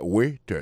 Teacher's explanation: ça veut dire accent tombé sous le premier syllabe là